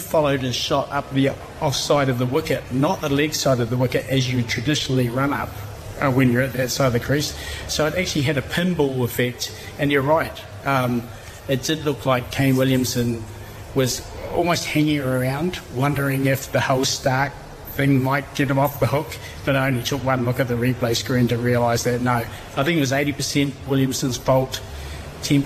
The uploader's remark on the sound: live from the Cricket Museum at the Basin Reserve in Wellington